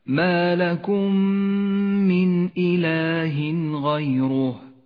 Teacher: بعد ذلك حكم الإدغام الشفوي في قوله تعالى: ما لكم من إله غيره. ما لكم من، الميم الساكنة اجتمعت مع الميم المتحركة، بالإدغام تصيران ميما واحدة مشددة نقف عندها بغنة زمنها حركتان، هكذا: ما لكم من إله غيره.